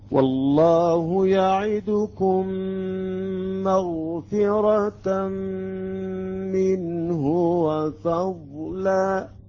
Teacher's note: عندما تصبح الميم مشدده يجب ان ناتي بالغنه ايضا، بالغنه ومقدارها حركتان، نتاخر عند التلفظ بالميم المشدده والنون المشدده. · Term: ادغام المتماثلين